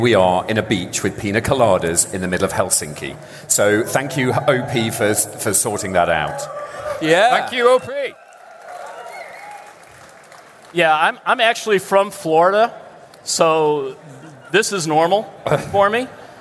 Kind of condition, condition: setting, busy venue